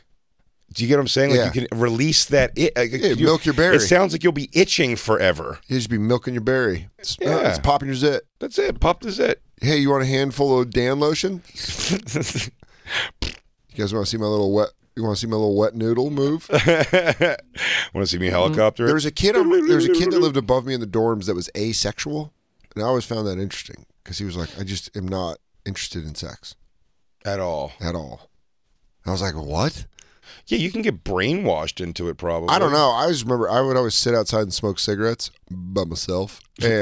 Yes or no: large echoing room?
no